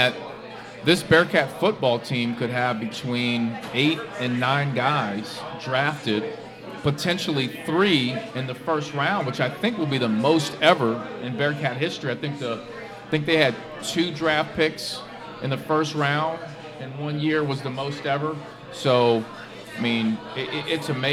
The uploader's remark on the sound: Live at Mio's.